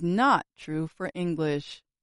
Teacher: you just heard me add stress to the word not to help make that message clear. When we talk about stress in spoken language, we are talking about saying something louder and holding the sound a little longer. · Term: sentence stress